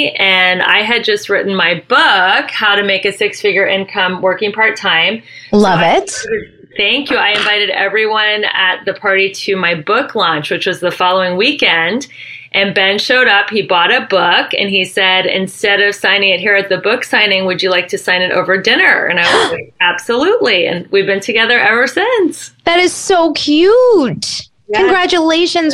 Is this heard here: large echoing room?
no